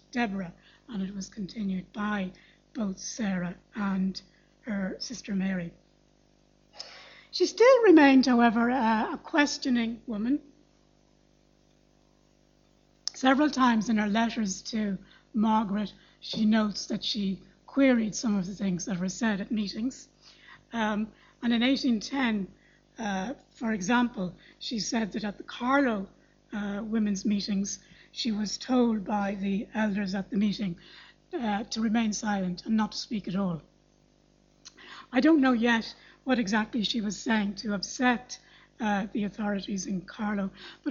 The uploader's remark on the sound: Library Lunchtime Lecture. Royal Irish Academy.